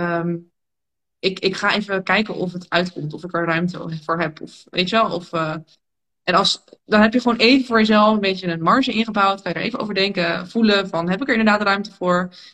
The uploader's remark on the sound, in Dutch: een gesprek dat ik live via Instagram had